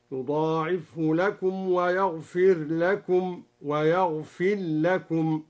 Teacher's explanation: قرأ بالإدغام والإظهار في الراء هكذا